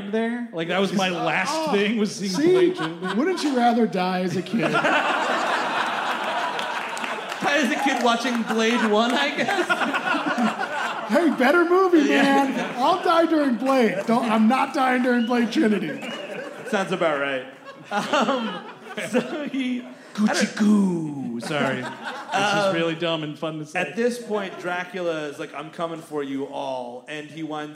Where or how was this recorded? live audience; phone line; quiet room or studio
live audience